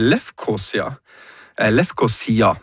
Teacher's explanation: med trykk på siste stavelse